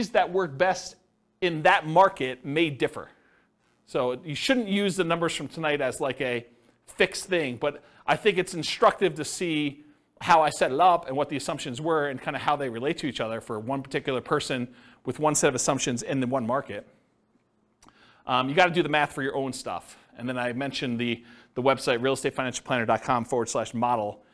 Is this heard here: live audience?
yes